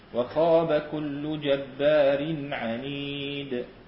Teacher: الإمالة الكبرى النميل حركة الخاء قريبة إلى الكسرة، والألف قريبة إلى الياء